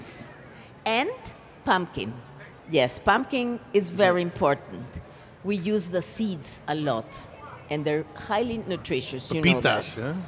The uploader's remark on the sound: a presentation from the 2016 Tucson Festival of Books